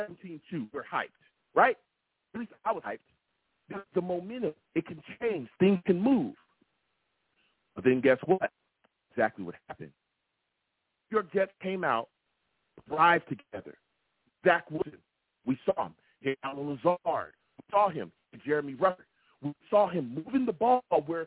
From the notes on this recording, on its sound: Tonight, live after the Sunday night game we sat down and discussed the Jets loss to the Chiefs! I take live calls!